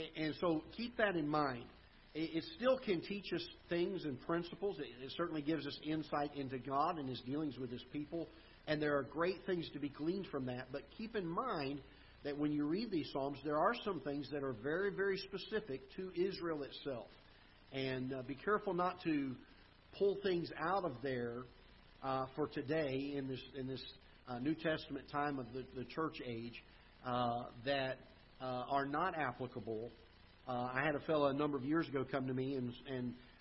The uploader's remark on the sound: Ketha Heights Baptist Church ~ Live Broadcast.